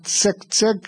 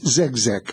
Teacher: tsek-tsek jekk inleħħen iz-z u l-k tiġi żegżeg